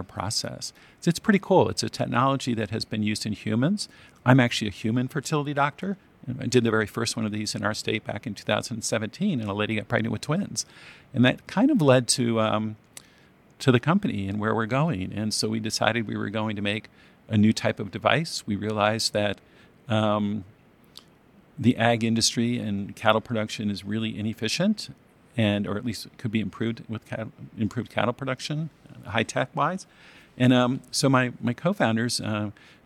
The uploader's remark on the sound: Recorded in Salt Lake City, Utah, at the 2024 American Farm Bureau Federation National Convention.